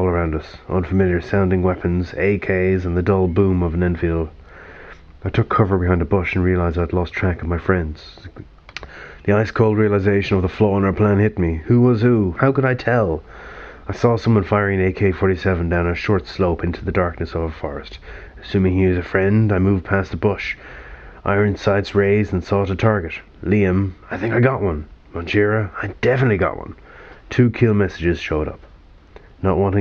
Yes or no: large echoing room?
no